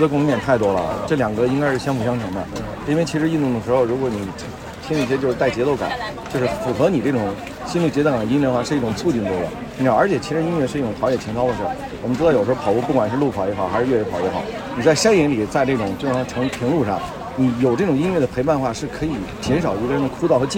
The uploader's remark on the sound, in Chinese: 在跑完崇礼168的30公里后，我又去了迷笛音乐季的现场。今年的崇礼168与迷笛音乐季合作。在30公里的赛道和终点，迷笛音乐节的现场，找到了跑友和乐迷。这次不再是一个人的讲述，我们进入现场，记录下所有能记录的东西。